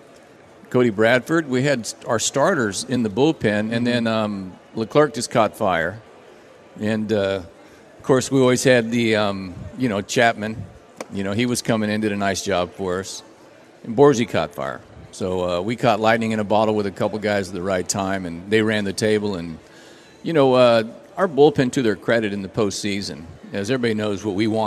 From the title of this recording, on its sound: live from the Texas Rangers Toy Drive